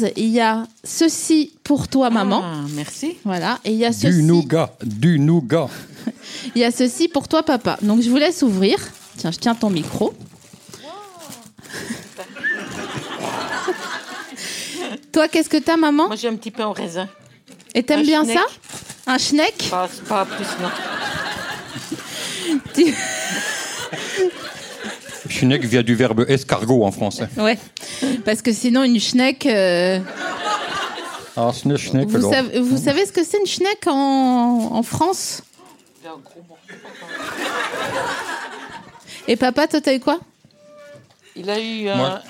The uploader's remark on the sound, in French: Cet épisode a été enregistré le 7 septembre 2019 à La Nouvelle Seine (3 Quai de Montebello, Paris 5e).